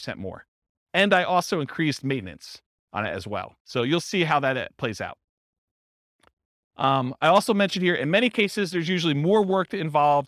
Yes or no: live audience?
yes